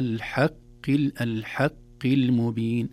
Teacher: الحاء حرف مرقق دائما، قد يتأثر بالحرف الذي بعده مثل القاف، وإن كانت القاف مكسورة أيضا ضعيفة مثل الخاء اللي ذكرناها، لكن لا نقول على الحق المبين، إنك على الحق، الحق المبين، الحاء مرققة والقاف في أدنى درجات التفخيم.